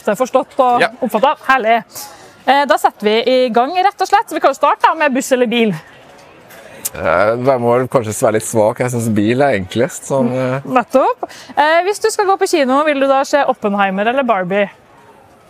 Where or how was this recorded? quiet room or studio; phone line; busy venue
busy venue